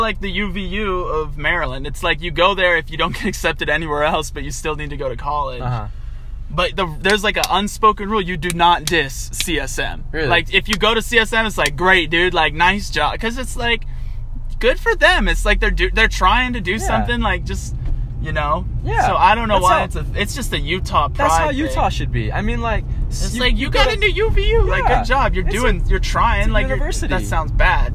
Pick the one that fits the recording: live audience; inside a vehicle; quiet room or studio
inside a vehicle